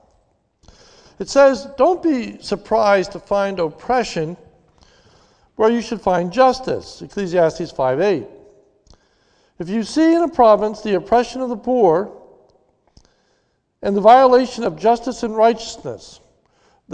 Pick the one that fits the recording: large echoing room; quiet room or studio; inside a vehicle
large echoing room